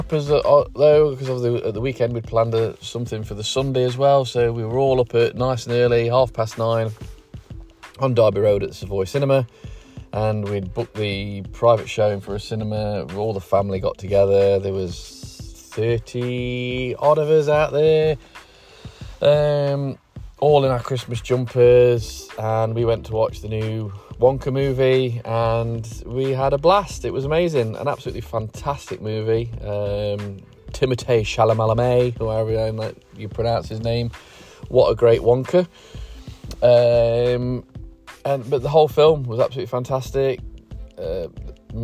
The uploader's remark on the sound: out in the car